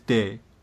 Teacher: you don't have a distinction in the alveolar. There's just the plain d.